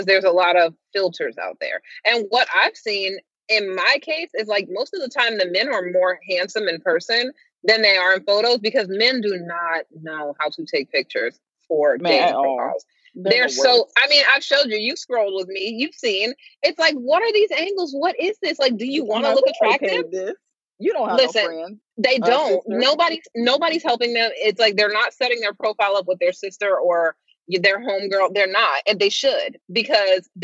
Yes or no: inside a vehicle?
yes